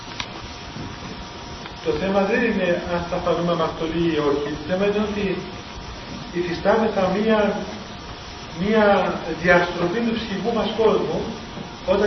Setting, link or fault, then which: fault, poor sound quality